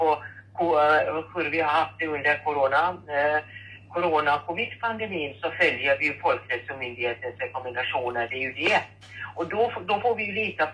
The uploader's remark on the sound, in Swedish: Telefonintervju med läkaren